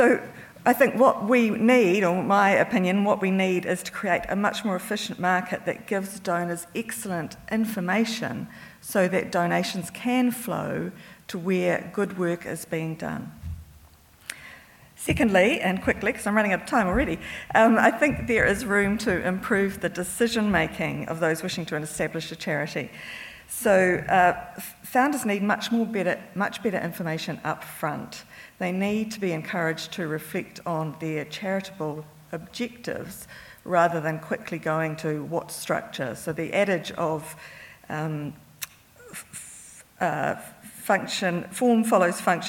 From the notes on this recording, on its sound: It is from the recent conference at Te Papa where I was able to help moderate a session.